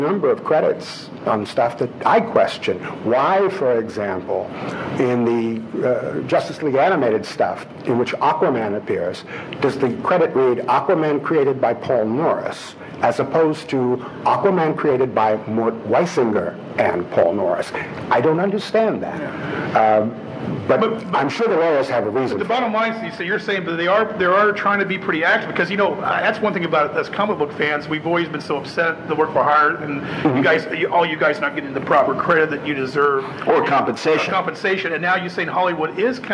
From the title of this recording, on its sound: Live From Cincy Comic-Con